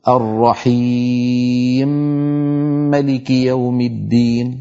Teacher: فأبو عمرو حتى يدغم الميم الأولى في الثانية يسكن الأولى، يعني يجردها من كسرتها فتصبح ساكنة، عندئذ يسوغ له أن يدخلها في الميم التي بعدها فيقول الرحيم ملك يوم الدين، لأنه يقرأ ملكي ولا يقرأ مالكي كحفص. · Term: إدغام كبير